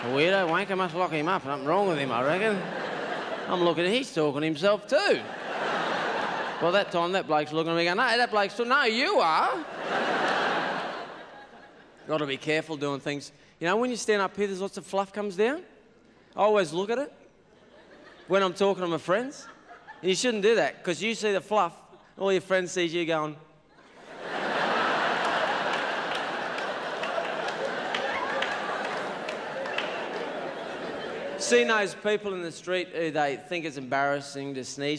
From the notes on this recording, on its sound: 2000 Melbourne International Comedy Festival Gala.